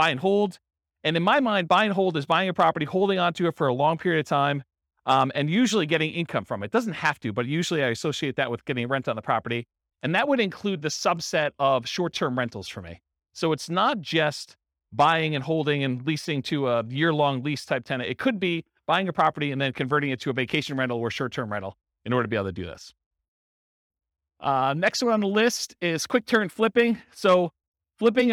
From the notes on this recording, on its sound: This was a live class recorded